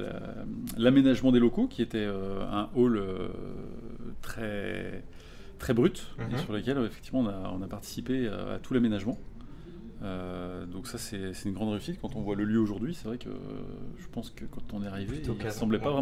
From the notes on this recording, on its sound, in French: Cet épisode a été enregistré à l'occasion de Zero-to-One. Cet épisode a été enregistré à l'occasion de Zero-to-One. Qui a réuni les talents des plus belles startups françaises en mai dernier.